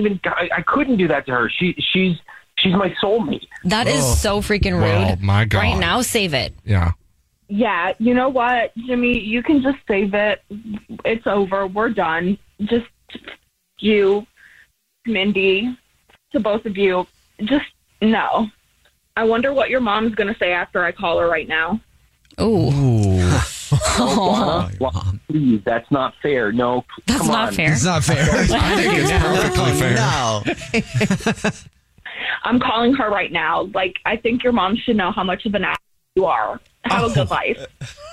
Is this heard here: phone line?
yes